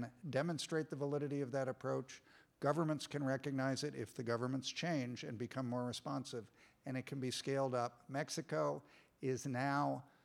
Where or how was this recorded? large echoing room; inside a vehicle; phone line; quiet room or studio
large echoing room